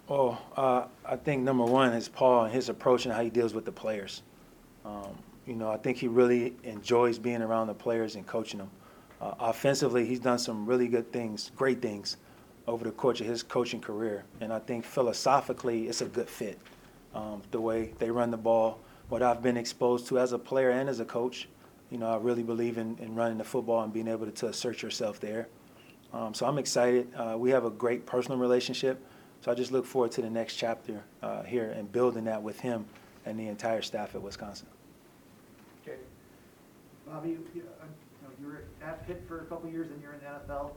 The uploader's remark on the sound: airing the full press conference